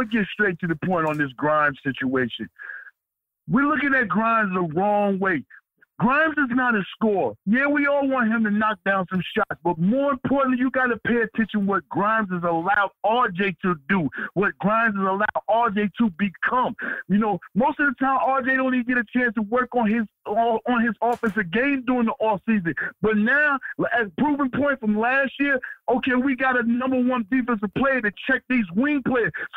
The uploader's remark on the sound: Live Callers